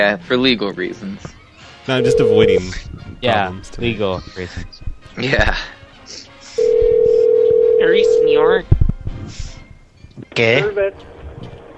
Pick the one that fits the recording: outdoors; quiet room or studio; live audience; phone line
phone line